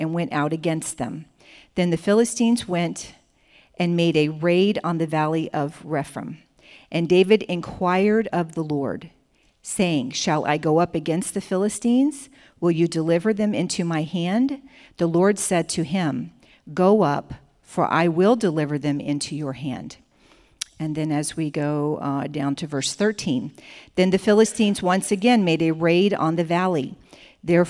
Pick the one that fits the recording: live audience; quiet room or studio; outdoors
live audience